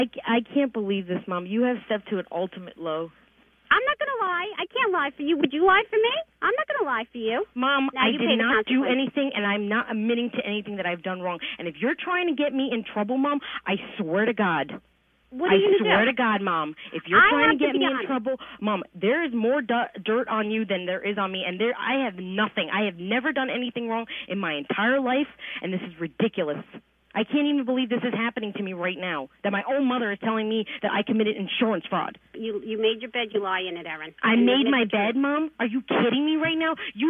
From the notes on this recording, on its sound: can't keep our contestant on the phone